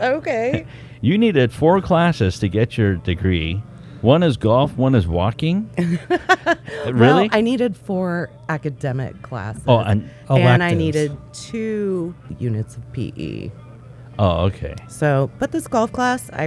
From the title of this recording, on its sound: On location at Che'root, where it all started!!